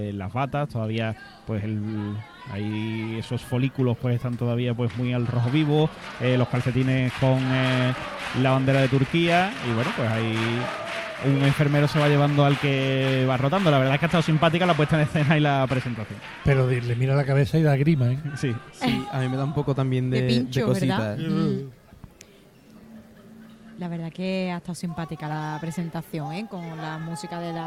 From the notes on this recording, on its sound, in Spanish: En las preliminares del COAC 2024. En directo desde el Gran Teatro Falla de Cádiz. En Onda Cero Cádiz.